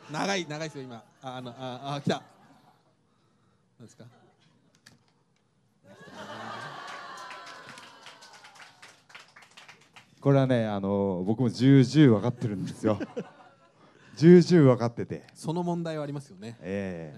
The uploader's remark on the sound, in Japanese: アニメイト新宿（地下2階アニメイトホール）にて行われた初の公開収録からお届け！序盤、若干の緊張感が漂いつつも、徐々に“いつもの感じ”のトークが展開。